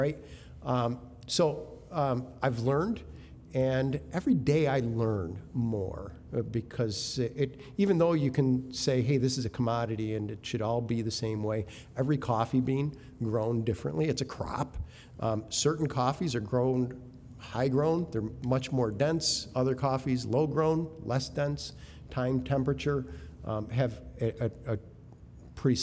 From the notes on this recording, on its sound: It was taped in front of a live audience this past July at MVCC’s thINCubator. Featured a fireside chat.